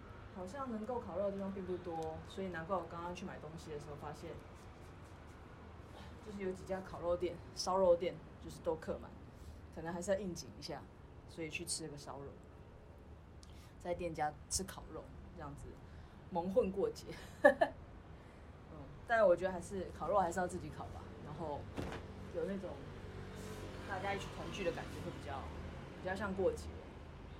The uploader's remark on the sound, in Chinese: 請原諒我收音不優~遠遠近近